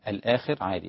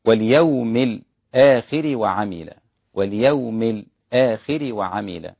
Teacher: إمام ورش بيمد واليوم الآخر ويرقق الراء لأن الراء قبلها خاء مكسورة · Shown in: second take